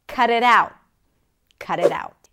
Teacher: The stress is on out, the last part of the phrasal verb.